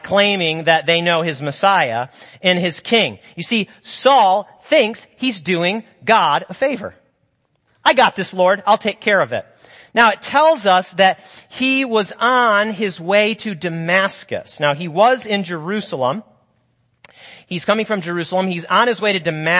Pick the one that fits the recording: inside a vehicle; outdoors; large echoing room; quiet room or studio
large echoing room